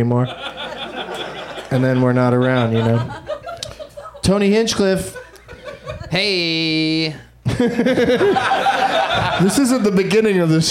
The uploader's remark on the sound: Live from the UCB Franklin in LA.